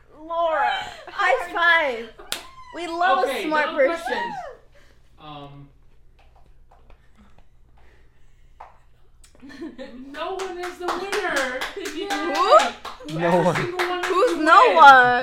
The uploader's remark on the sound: I would like to give an audio warning on this episode cause we get pretty loud